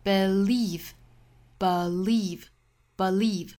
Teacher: miracles 在 me 这个音节重读也是 OK 的。所以说重读的位置在哪，其实也是看说话人的这个强调的点。它是比较灵活的，那我们完全可以说 there can bemiracles，也可以说 there can bemiracles。我们注意后面这个 believe 这个词，它可以读成 believe，也可以读 believe，也就是前面这个音节是可以读 be，也可以读 b。弱读音节读成这个 schwasound，读成 a，这种情况很多见。比如说我们之前早读出现过 happiness，可以读成 happiness，还有很多很多其他的情况哈。所以这个词可以读 believe，可以读 believe。那注意后面这个音节是紧音长音的 e 的发音